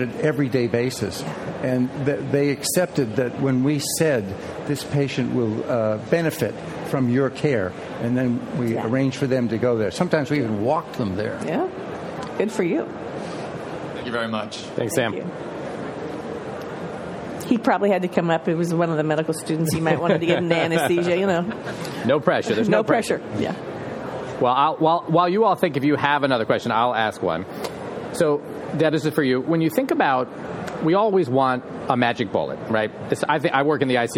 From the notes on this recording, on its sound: Live from ASA 2023! Recorded before a live audience at the Anesthesiology 2023 Annual Meeting in San Francisco.